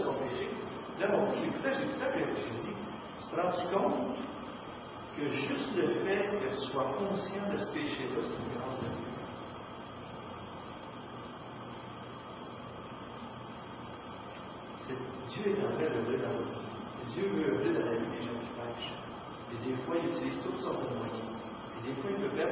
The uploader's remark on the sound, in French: Mauvaise qualité sonore